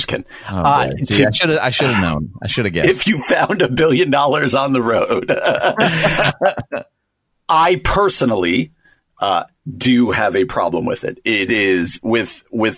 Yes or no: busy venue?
no